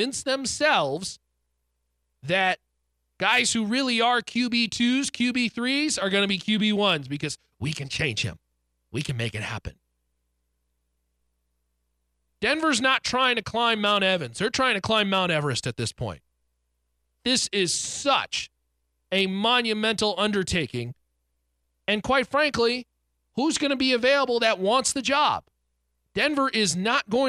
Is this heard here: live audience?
no